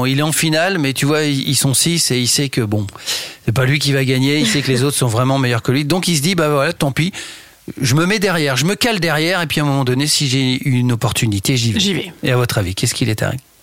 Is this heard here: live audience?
no